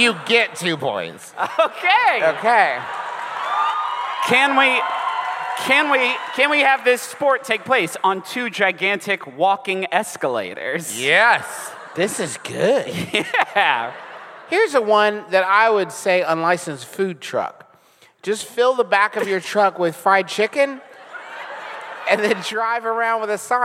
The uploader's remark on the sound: Enjoy our recent live show from New Orleans!